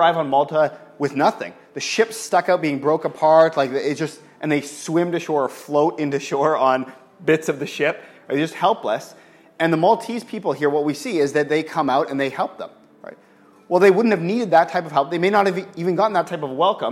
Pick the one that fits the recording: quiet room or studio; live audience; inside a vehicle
live audience